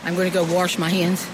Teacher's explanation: the pronunciation of wash as warsh. The accent is most common in the South Midland region of the U.S.